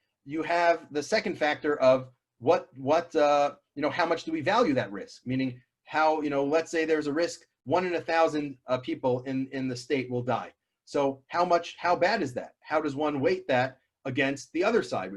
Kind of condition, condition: link, video call